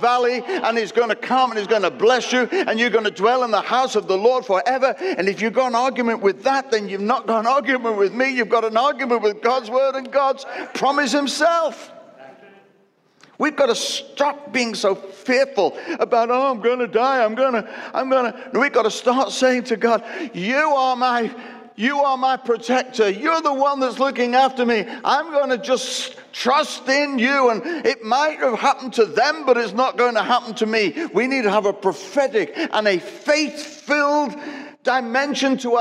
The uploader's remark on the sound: Recorded at Destiny Church, UK, WF1 4AF